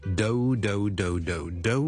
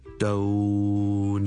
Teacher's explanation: 其实中间个 vowel 咧系一个所谓 diphthong 啦，双元音啦，系一个 o 音嚟嘅